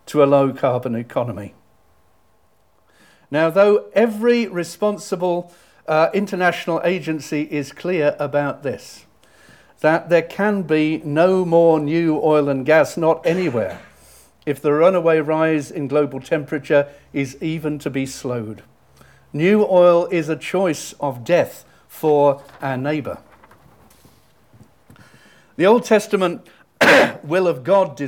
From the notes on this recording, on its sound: Audio podcast of morning service